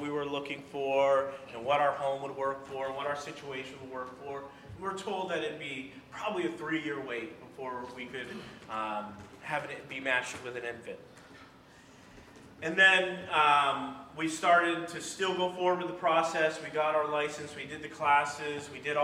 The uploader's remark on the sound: during the Sunday morning service